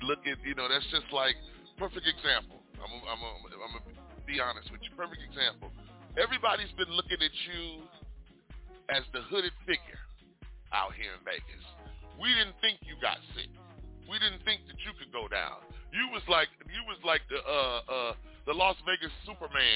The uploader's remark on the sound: we will be interviewing LIVE ON THE PHONE